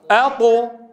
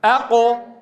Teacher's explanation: هنا في الطاء انحصر الصوت بين اللسان والحنك الأعلى، أما في القاف فلم ينحصر هذا الصوت، فهو مستعل لكنه منفتح